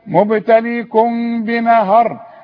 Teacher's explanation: الميم اللي بعدها باء يحصل لها غنى